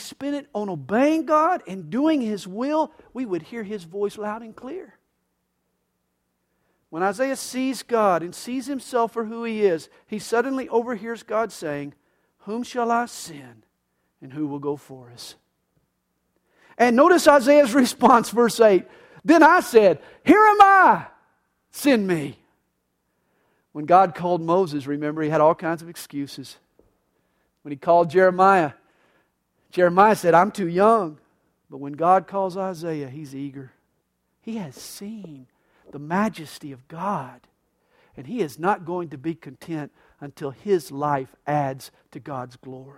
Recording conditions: large echoing room